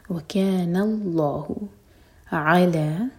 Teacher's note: نون کو لائٹ رکھیں گے، آگے لام جلالہ ہیوی ہے